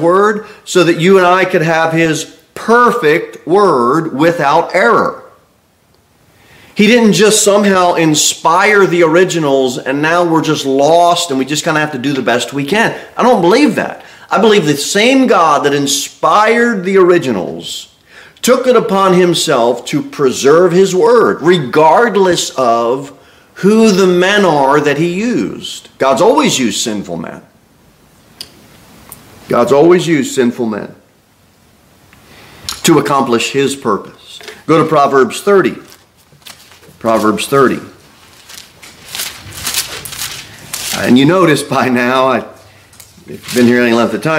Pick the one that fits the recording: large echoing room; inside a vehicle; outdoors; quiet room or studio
large echoing room